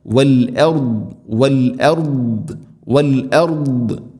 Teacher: ദാദ് ഉച്ചരിക്കുമ്പോൾ നാവിൻ്റെ ഏതെങ്കിലും ഒരു സൈഡ് അണപ്പല്ലുകളോട് ചേർന്ന് നിൽക്കണം. ഇസ്തിഇല എൻ്റെ സ്വരഭാരത്തിൽ ഉച്ചരിക്കേണ്ട അക്ഷരമാണ് ദാദ്.